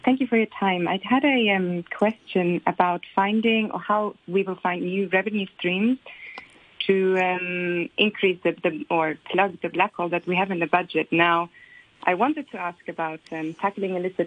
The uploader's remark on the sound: The Financial Secretary Phone-in